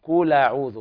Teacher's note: بعض الناس يقرأ لحنا كل أعوذ برب الناس، هذه رواية أخرى يعني يقرأ بها الإمام ورش رحمه الله تعالى، ينقل حركة الهمزة إلى الساكن قبلها، فيقرأ قول أعوذ من باب التخفيف الهمز ويحذف الهمزة.